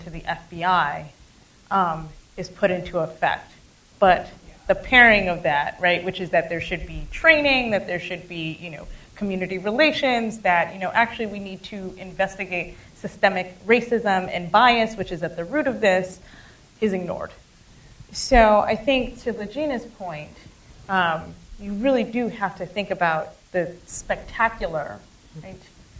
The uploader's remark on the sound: Post-Screening Discussion of Film LA 92. Moderated an audience discussion on historical and political themes presented in the film.